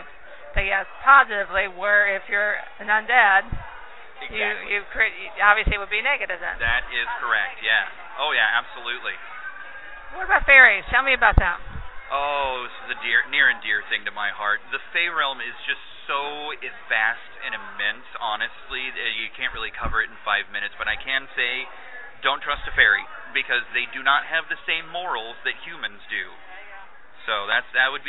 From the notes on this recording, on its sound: We talked to the fae folk at Whimsy Garden out at Keen Halloween this past weekend. THIS SHOW IS NOT LIVE - HOWEVER, WAS RECORDED LIVE.